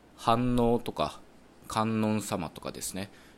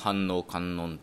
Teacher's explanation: そのんの N が次の母音と一緒にくっついちゃって、まあ、反応観音というふうになってるわけですよね。なのでんっていう音の後に母音っていうのはちょっと独立して現れづらくて、まあそのために反応とか観音みたいにそのな